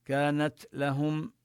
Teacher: كانت لهم نبين الهمس في التاء